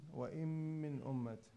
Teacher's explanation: النون الساكنة بدها تضغم بالميم مع شوية غنة يعني. وإن من أمة تكلنا.